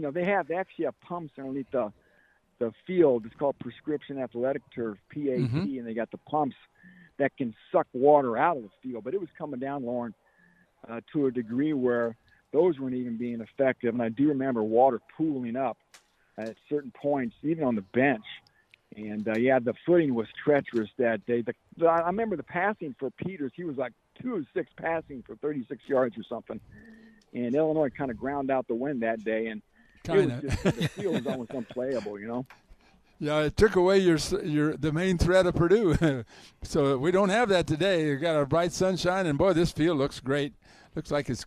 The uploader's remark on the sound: broadcast live from Ross-Ade Stadium at Purdue University